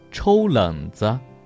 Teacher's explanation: 这种后面以子结尾的，啊，要注意读成轻声。